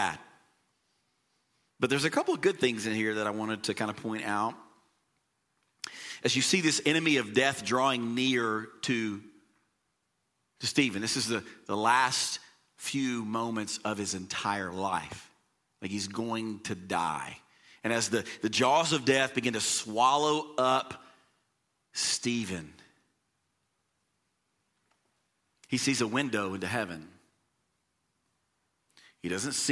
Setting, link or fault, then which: setting, large echoing room